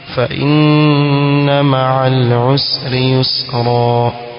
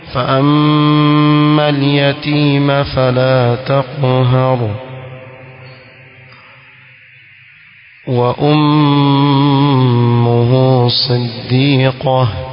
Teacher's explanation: Kwa hivyo tazuia ile mim ikiwa na shadda, tazuia kiasi cha haraka mbili. · Term: ghunna